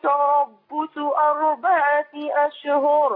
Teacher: حضرتك فخمت الباء ورققت الصاد